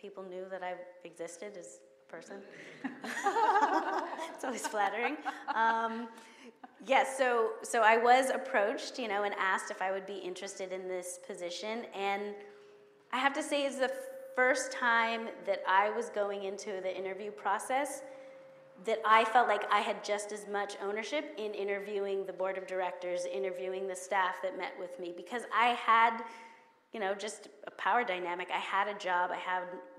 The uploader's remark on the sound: This Zócalo/Helms Bakery District event was streamed live from Helms Design Center on September 29, 2021